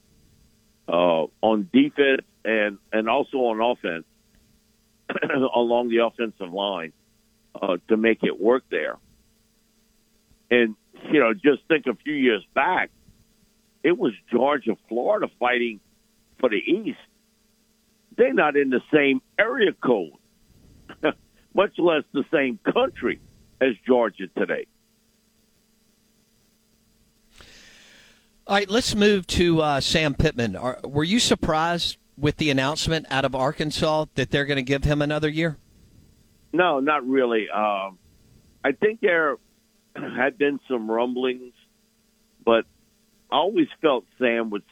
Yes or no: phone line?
yes